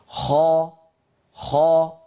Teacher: الصوت مضغوط إلى قبة الحنك ولكن الفم ليس فيه انغلاق